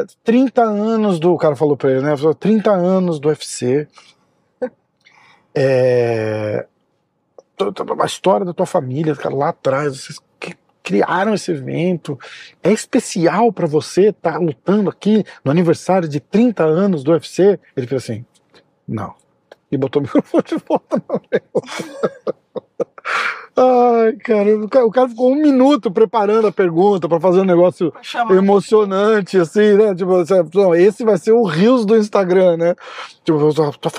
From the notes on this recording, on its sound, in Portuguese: Demos uma volta pelas ruas de Boa Raton